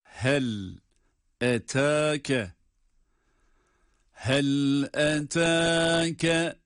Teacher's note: eta derken bir elif miktarı olarak meddi tabiinin uzatılacağı bir kural var